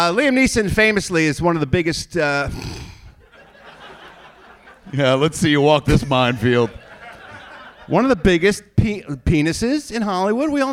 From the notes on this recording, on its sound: perform live at SMODCASTLE CINEMAS in Atlantic Highlands, NJ